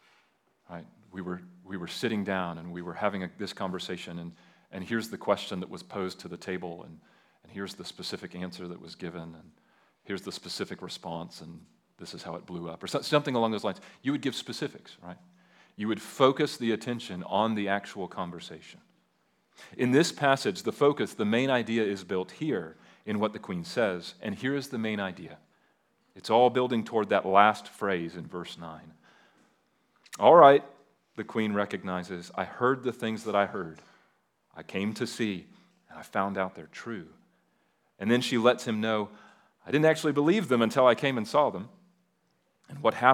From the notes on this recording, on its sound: at Liberty Baptist Church in Liberty, Missouri.